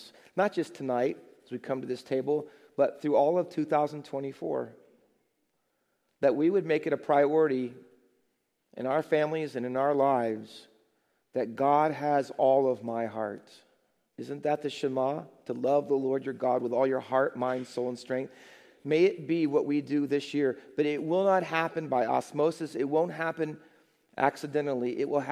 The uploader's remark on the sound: Faith Baptist Church in Hamilton, NJ.